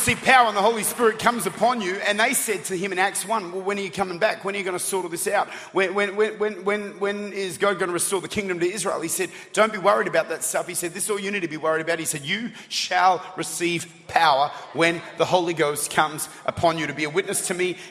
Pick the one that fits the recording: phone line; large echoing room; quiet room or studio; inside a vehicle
large echoing room